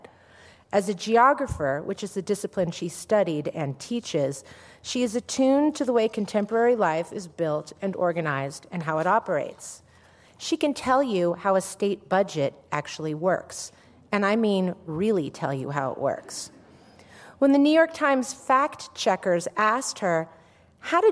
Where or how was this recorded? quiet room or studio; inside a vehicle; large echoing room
large echoing room